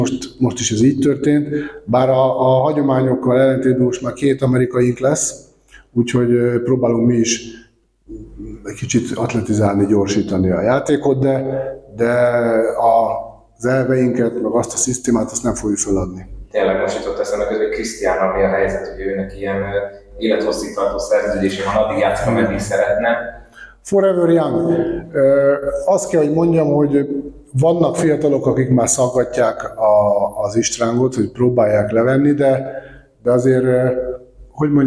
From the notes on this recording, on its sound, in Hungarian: A hangminőségért elnézést kérek